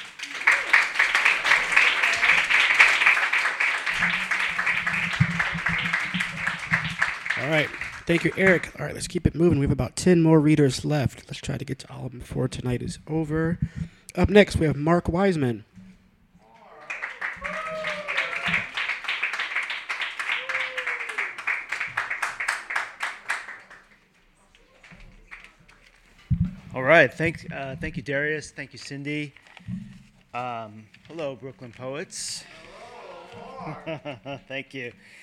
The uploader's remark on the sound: Brooklyn Poets Yawp open mic